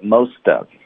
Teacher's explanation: most of 会连读，特的音会浊化